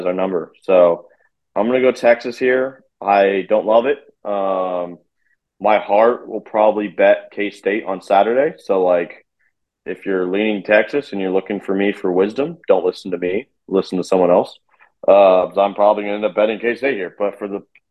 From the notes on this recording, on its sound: It's a Zoom episode!